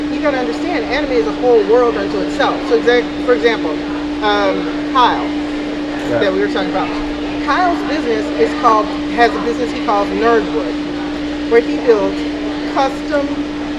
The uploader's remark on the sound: At these events, we discuss local and national news with those in attendance. This event was held at Colectivo Coffee Lakefront in Milwaukee, WI. We will work out the sound issues in the future, so we appreciate you bearing with us!